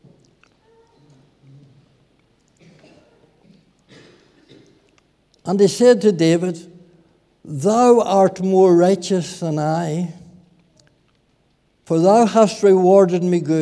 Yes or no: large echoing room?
yes